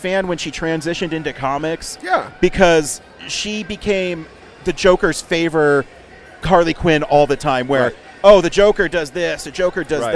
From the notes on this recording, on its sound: At Denver FanExpo 2022.